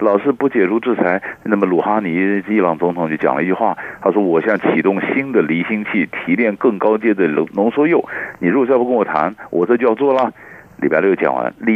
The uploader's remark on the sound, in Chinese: 連線訪問